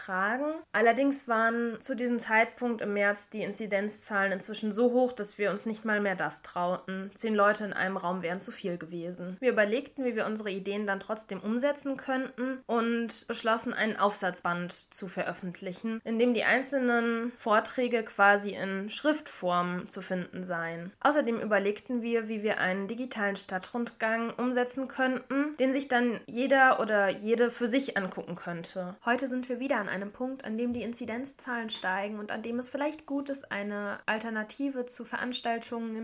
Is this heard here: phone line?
no